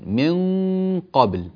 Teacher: الإخفاء عند القاف والكاف، إلصق فيه أقصى اللسان، من قبل أقصى اللسان يلتصق في الأعلى.